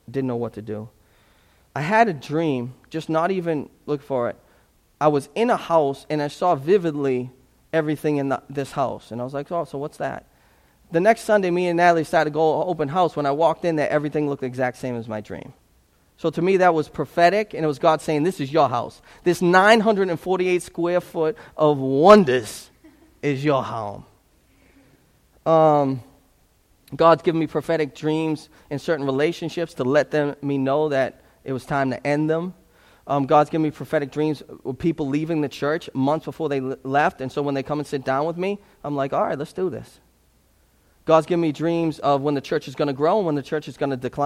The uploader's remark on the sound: This sermon was preached at Restoration Road as a part of an Advent series.